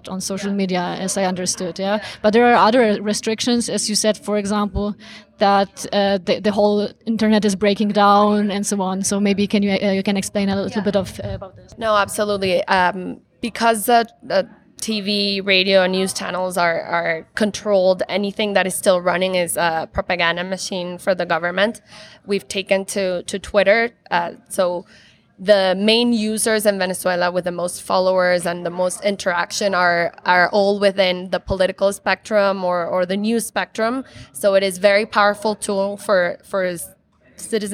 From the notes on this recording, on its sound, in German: die Aufnahme teilen, die im Dezember 2019, während der Konferenz der Friedrich-Naumann-Stiftung für die Freiheit, Democracy Disrupted: Digitalization and Human Rights entstanden.